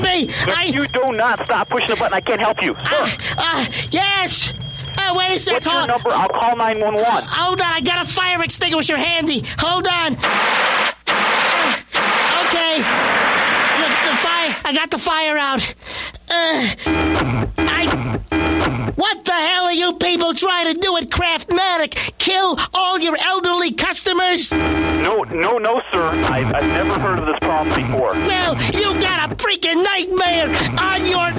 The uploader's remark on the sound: Prank Phone Calls